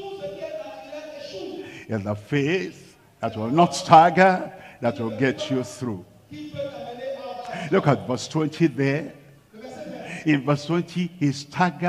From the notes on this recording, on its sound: live from Lomé, Togo